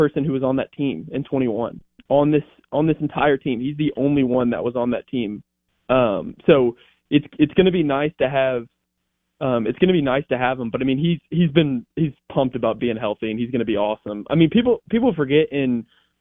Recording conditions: phone line